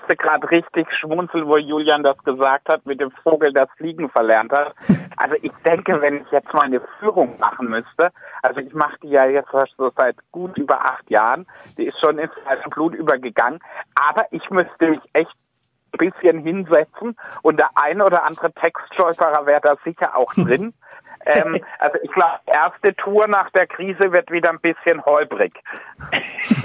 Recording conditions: phone line